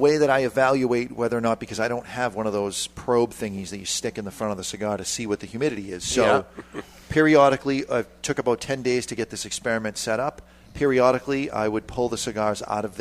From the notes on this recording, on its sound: Join us for all the madness known as The Cigar Authority, live from Two Guys Smoke Shop in Salem, NH.